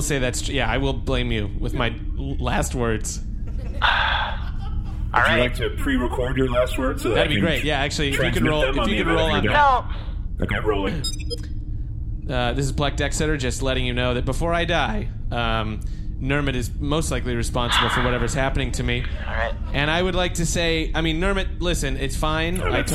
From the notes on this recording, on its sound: Recorded LIVE on 11/19/2017 at the Southern Screen Film Festival in Lafayette, Louisiana!